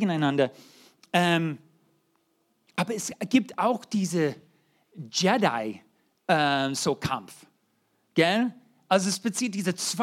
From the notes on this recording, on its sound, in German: 2023 in der Gemeinde Kaleo Schopfheim aufgenommen.